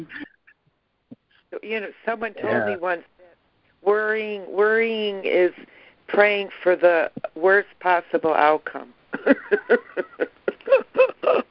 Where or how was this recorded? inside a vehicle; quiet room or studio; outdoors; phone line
phone line